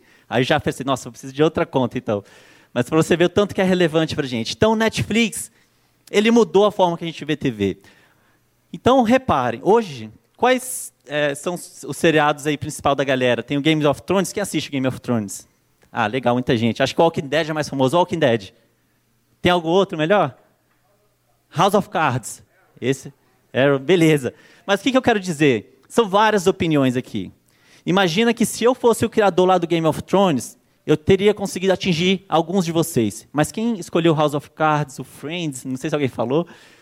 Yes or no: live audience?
yes